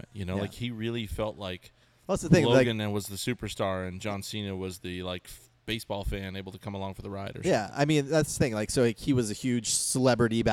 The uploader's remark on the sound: The guys reunited at Alesmith.